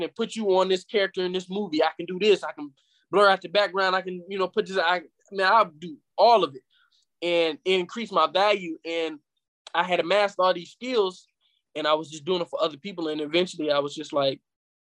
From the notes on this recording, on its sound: we met virtually